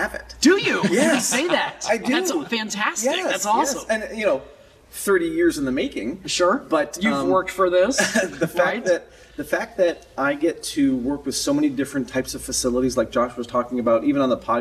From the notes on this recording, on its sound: Flew to Orlando and recorded this special episode in the lobby of IAAPA’s World Headquarters.